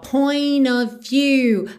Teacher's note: Aqui a gente não ouve o T de point e a gente junta o N direto no O.